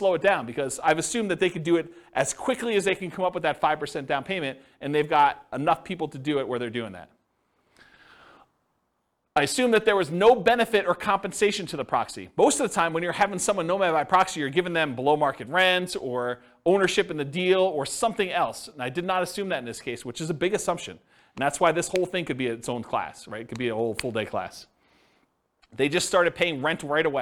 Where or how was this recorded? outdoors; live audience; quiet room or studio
live audience